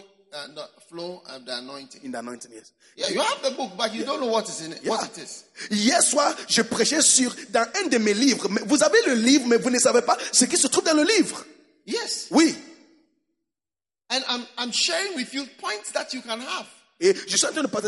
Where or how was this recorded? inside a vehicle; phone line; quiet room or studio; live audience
live audience